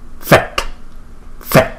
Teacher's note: cái chữ T cong lưỡi, và chúng ta đọc cái hơi từ trong cuống họng chúng ta đọc ra, và chúng ta đọc phải mạnh